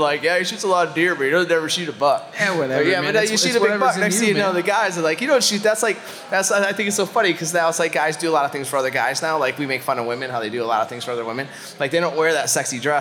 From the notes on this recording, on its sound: Joins us on the Mainstage at Huntstock 2022. Huntstock 2022 Live.